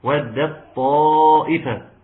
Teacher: انت اضغمت التاء في الطاء وقلت ودت طا التاء في الطاء.